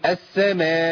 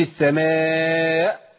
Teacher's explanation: لازم اقطع في الهمزه بالشده والجهر، انقطاع الصوت والنفس · Shown in: second take · لان قلنا دول صفتين مهمين جدا للهمزه.